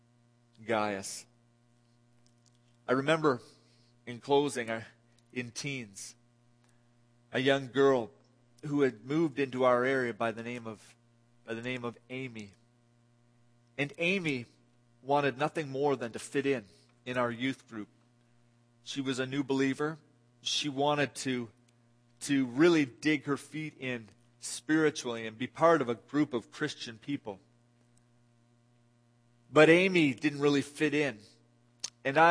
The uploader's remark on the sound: This audio sermon entitled, Guest Service, was delivered at The People’s Church of Somerville, NB.